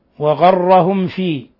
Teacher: ميم ساكنة جاء بعدها الفاء الحكم التجويد إظهار شفوي، إظهار شفوي يعني لا نضغط على الميم قبل الفاء لأن القراء حذروا من إخفاء الميم الساكنة عند الفاء والواو أشد من غيرها من الحروف المظهرة.